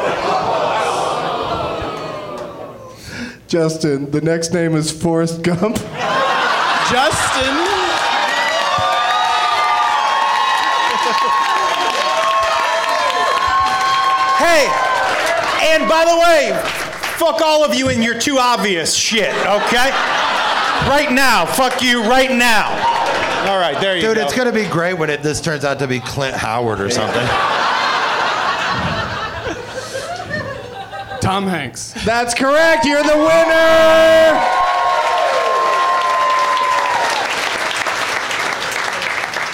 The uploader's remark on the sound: Live from the Comedy Zone in Greenville, SC